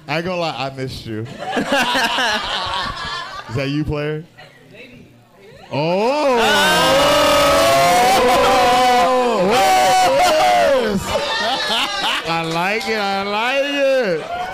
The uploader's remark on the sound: Live from the Factory Bar